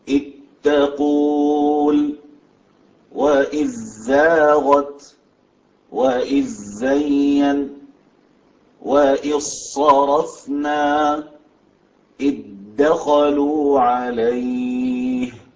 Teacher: ذال إذ تدخل في حروفها التي بعدها إدغاما كاملا، لا يبقى أي شيء من صفات، يصبح الحرفان حرفا واحدا مشددا · Term: إدغام كامل